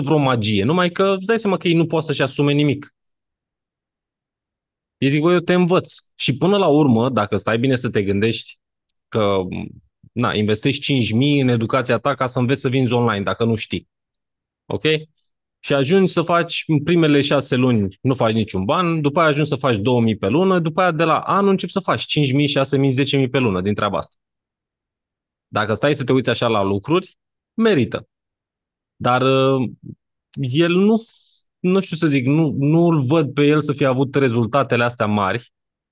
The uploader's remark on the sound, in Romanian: Conferinta Zoom Saptamanala EcomSchool